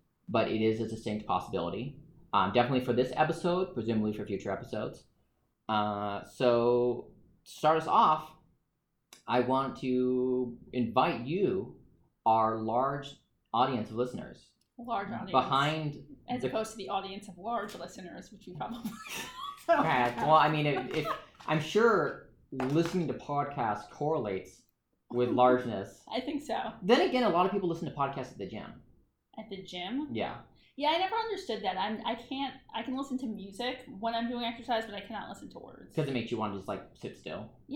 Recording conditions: poor microphone